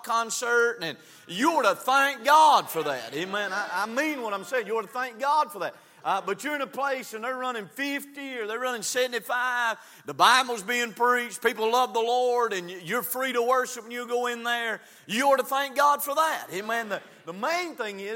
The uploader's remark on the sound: from the pulpit of Calvary Baptist Church